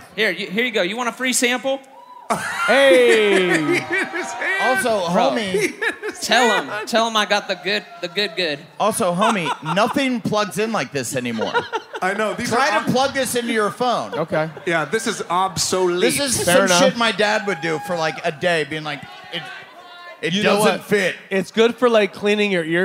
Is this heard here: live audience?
yes